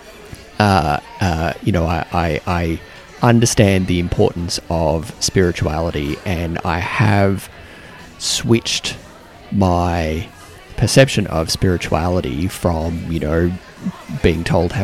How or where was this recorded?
busy venue